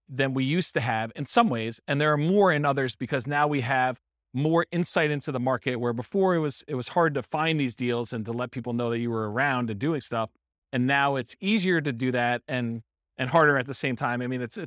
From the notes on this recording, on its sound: This was a live class recorded